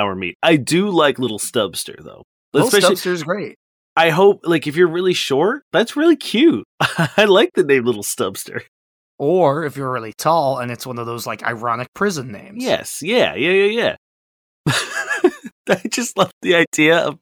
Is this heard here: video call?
no